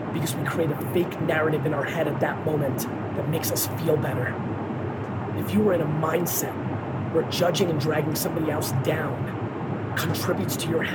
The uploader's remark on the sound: Sorry about the quality of the audio - there’s a lot that I had to get off my chest, and straight into my iPhone.